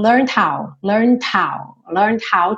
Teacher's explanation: Então, ó, learned. Do N você já passa pro D. E esse D já tá querendo virar o how.